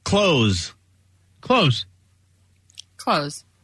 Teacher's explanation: I don't really pronounce the TH.